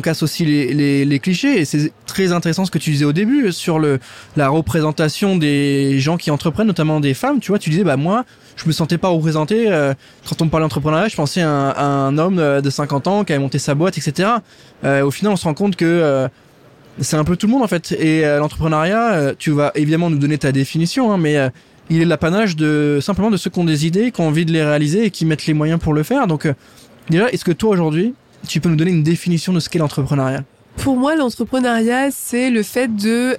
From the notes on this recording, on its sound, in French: en direct du salon Go Entrepreneurs